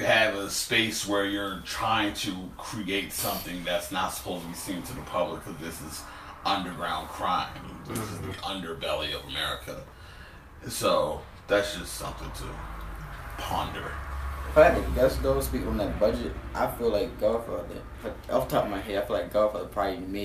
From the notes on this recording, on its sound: This episode has a lot of technical difficulties. If it seems like the convo just jumped to another point very abruptly, it absolutely did.